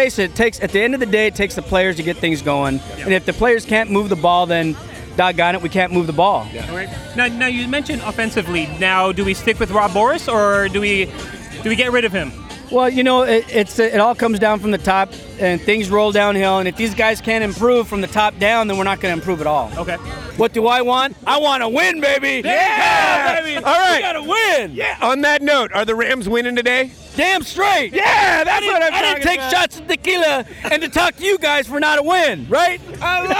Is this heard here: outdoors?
yes